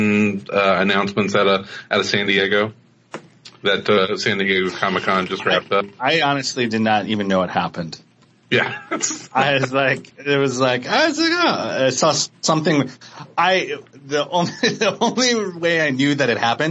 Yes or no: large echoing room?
no